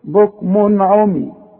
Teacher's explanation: إذا جه تنوين زي ده بكمون وبعده عين يبقى ما غنش